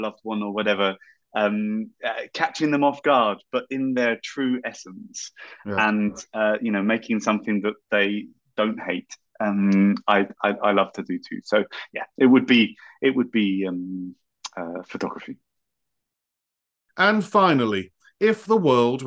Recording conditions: video call